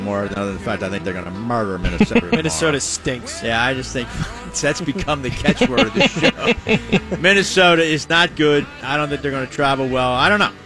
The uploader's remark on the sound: LIVE from the Parx Casino Sportsbook